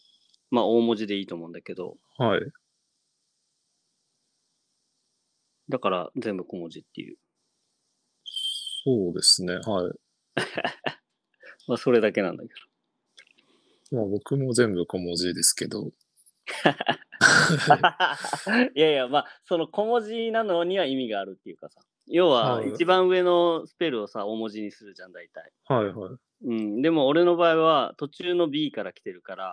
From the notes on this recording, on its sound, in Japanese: 2度目の収録失敗からの初のリモート収録。